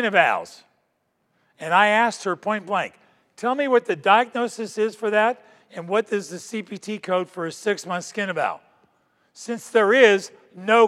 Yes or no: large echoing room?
yes